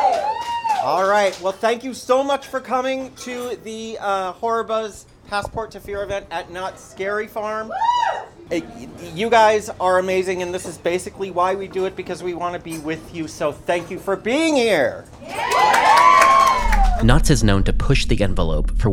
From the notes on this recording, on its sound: I’m playing you sounds of Halloween from all over the country. This is more like a Halloween mix tape featuring recordings from shows and walkthroughs. Magic and Mirth at the Birdcage Theatre. Castle Dark Opening Ceremony. Oogie Boogie Bash. Los Angeles Haunted Hayride.